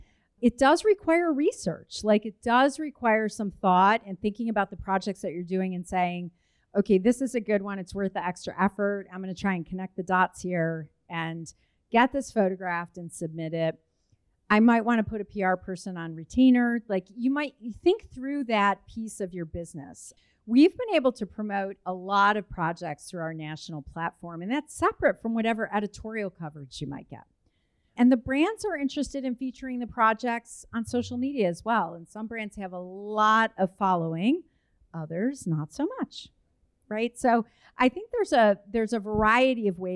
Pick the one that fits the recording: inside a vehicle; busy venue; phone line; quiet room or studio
busy venue